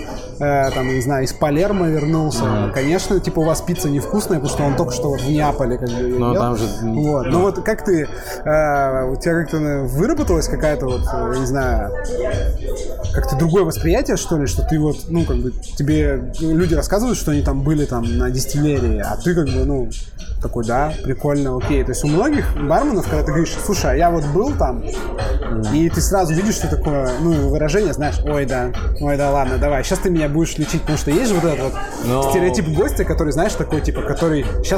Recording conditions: background noise